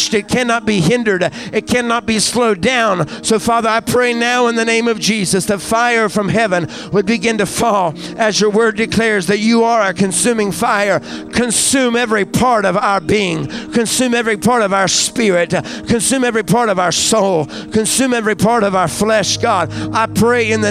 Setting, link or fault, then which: setting, large echoing room